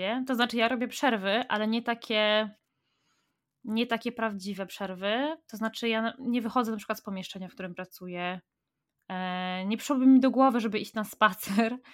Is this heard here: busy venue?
no